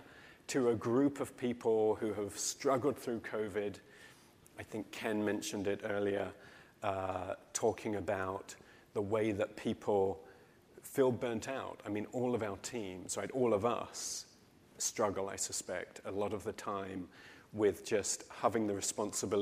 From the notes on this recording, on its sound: In this session recorded at CMO Summit 2022